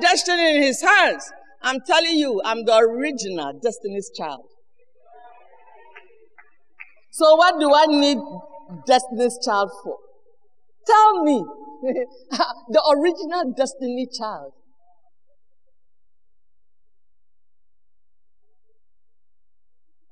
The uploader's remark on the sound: Sermon preached at CBC Shiashie Campus